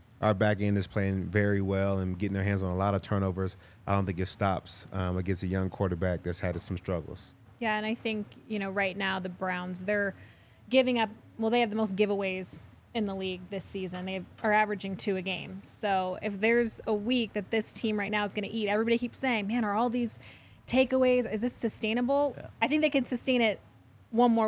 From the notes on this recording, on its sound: coming to you LIVE from the DNVR Bar